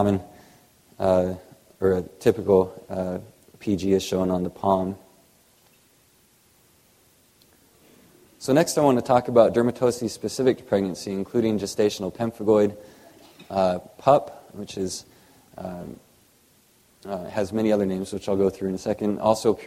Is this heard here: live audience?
yes